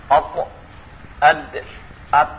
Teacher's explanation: تخرج من طرف اللسان مع ما يليه من اصول الثنايا العليا · Term: حروف النطعيه